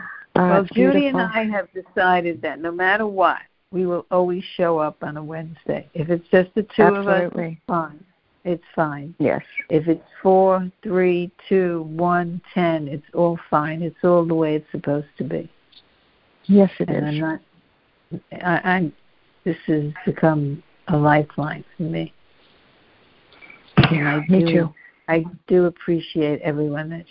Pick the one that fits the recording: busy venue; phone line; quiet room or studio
phone line